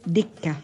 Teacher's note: أما التكة أي رباط السراويل فيقلبونها دالا فتصير دكة